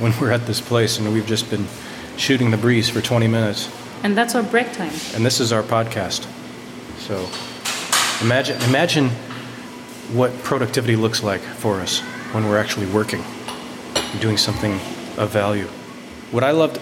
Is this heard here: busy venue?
yes